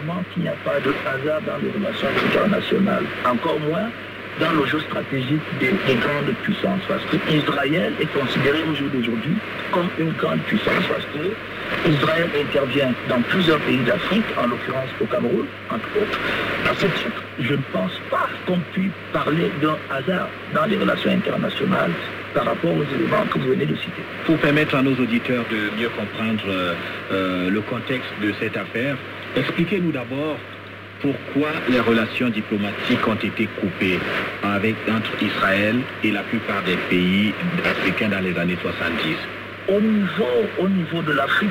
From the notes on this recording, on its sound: Recorded in Europe February 5, 2023 at 12.00 UTC, the shortwave frequency of 21500 kHz. Recorded using Kenwood R-5000 receiver and Wellbrook ALA 1530+ antenna placed very close to the building wall (therefore gathering some noise interference).